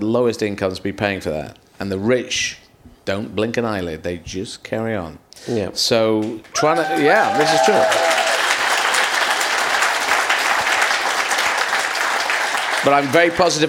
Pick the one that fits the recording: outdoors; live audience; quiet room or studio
live audience